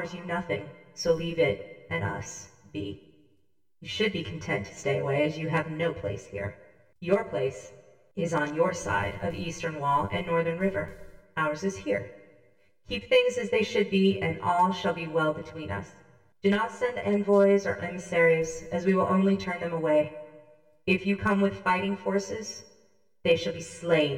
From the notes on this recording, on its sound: I recently received some new equipment and software, and the sound quality is kind of echo-y.